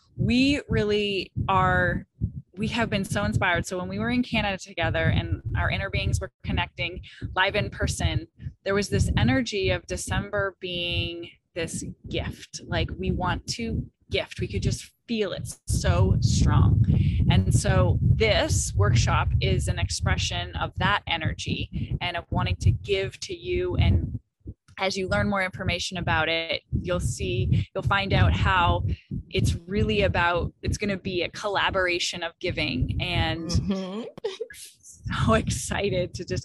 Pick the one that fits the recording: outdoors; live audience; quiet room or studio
outdoors